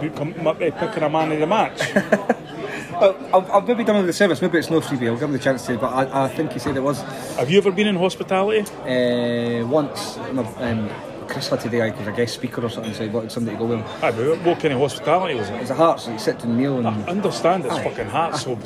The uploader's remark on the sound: Record a live show in Edinburgh.